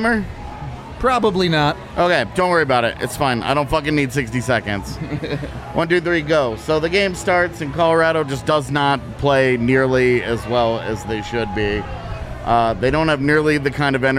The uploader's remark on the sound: live from the DNVR Bar